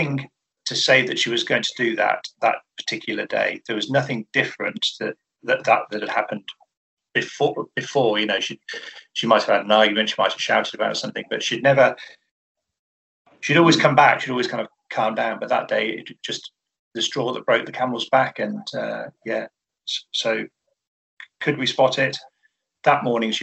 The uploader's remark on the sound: via Zoom